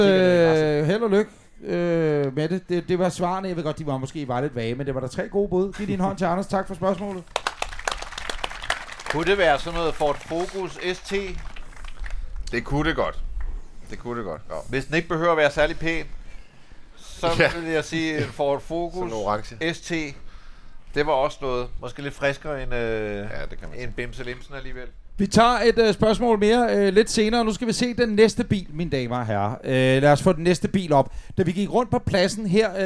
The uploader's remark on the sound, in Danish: I dette Live-afsnit af Bilklubben Podcast har vi en sand folkefest, når vi inviterer alle vores lyttere til fest hos vores venner og samarbejdspartnere GF Forsikring i Odense. Her afholder vi Cars & Brunsviger med hundredevis, ja endde tusindevis af vores fantastiske lyttere.